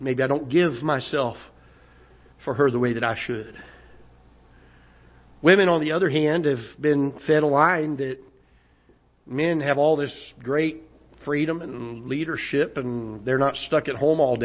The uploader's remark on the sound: Ketha Heights Baptist Church ~ Live Broadcast